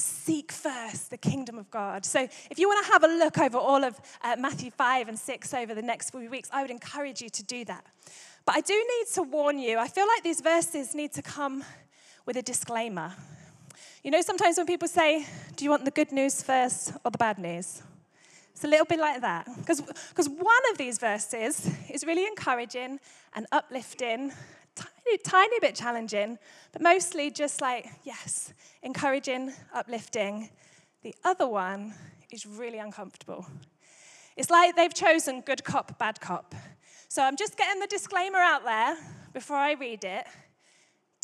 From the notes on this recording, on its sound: Recorded Live at Life Church Lancashire on Sunday 21st January 2024